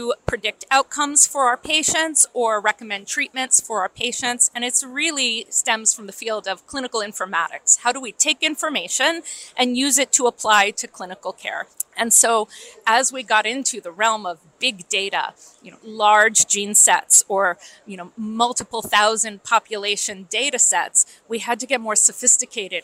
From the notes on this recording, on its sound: World Congress of Dermatology 2023. This episode of Spot Diagnosis was recorded live at the World Congress of Dermatology in July 2023.